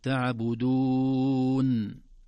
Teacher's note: إذن نظهر النون من الخيشوم بدون بتر لها وبدون إخفاء لها وبدون كذلك إطالة لزمنها